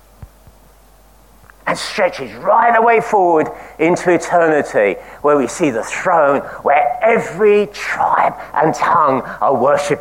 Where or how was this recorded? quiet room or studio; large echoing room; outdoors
large echoing room